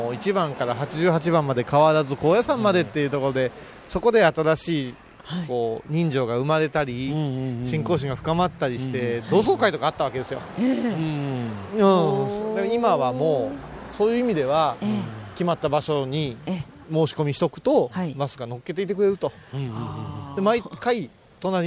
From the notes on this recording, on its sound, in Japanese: お礼参りに第一番札所、竺和山霊山寺に戻ってまいりました。今回は、四年前に霊山寺をお参りした時の音声も交えてお送りします。